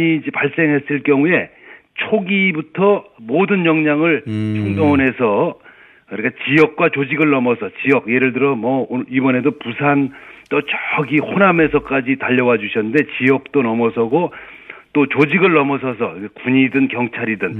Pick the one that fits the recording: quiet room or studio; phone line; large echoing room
phone line